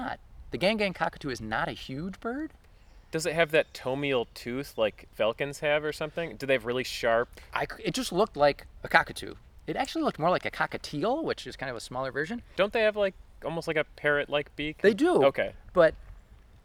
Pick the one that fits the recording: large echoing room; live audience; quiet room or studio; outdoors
outdoors